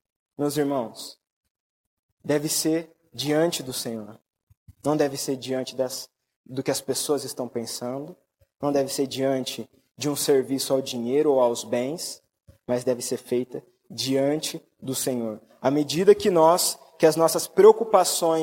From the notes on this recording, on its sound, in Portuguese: Mensagem gravada na Igreja Batista Jardim Minesota